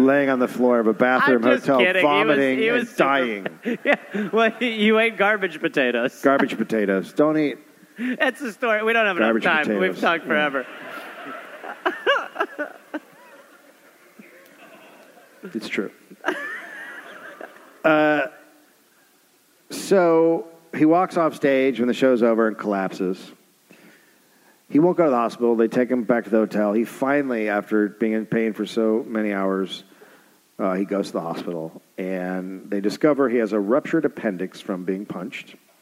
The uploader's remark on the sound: Recorded live at the Wilbur Theater in Boston